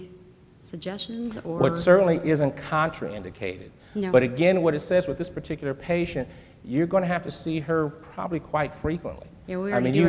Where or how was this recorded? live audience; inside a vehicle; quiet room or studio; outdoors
live audience